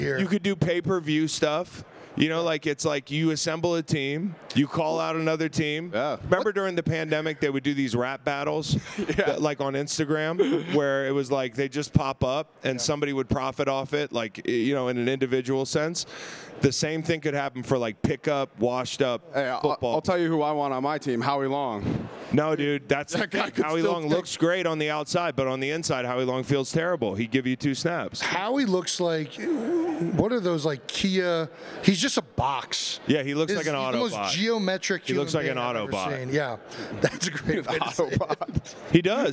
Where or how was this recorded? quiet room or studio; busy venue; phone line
busy venue